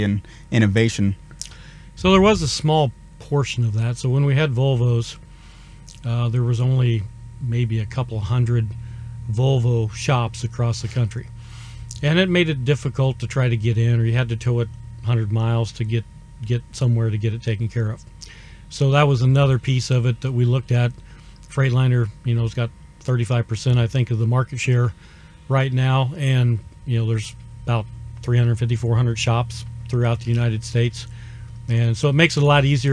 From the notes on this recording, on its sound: Recorded in the lounge of a 2023 Freightliner Cascadia.